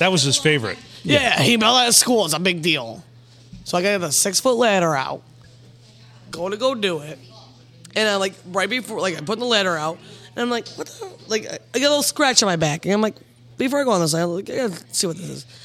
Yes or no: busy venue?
yes